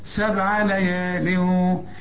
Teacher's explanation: الباء هنا لازم تقلقلها تقول سبع